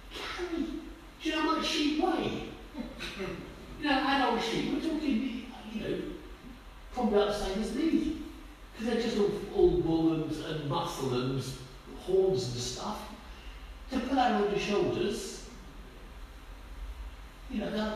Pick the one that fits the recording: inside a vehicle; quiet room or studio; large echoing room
large echoing room